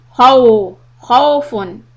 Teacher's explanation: the kha has a fatha, but then we have a waw. So you need to transition from fatha sound to the waw sound.